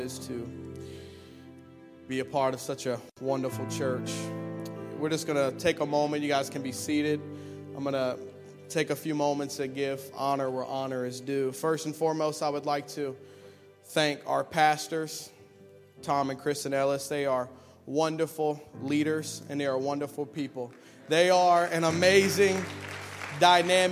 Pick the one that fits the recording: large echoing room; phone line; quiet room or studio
large echoing room